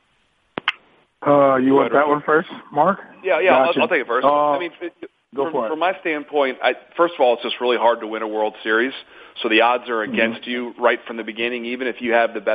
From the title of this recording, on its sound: MLB Conference Call